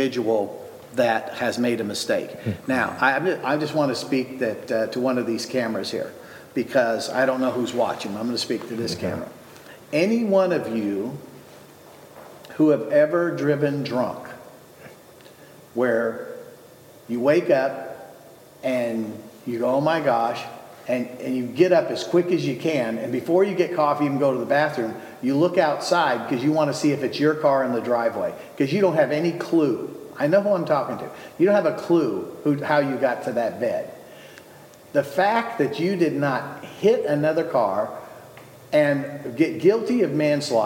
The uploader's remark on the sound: on location at the House of David in Fairland, OK for this memoriable show.